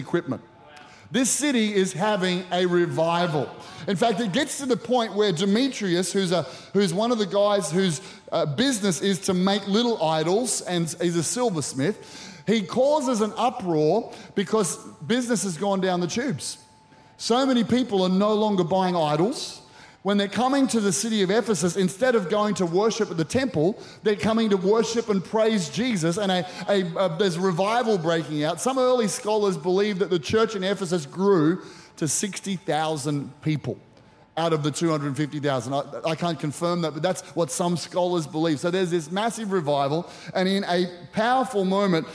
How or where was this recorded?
large echoing room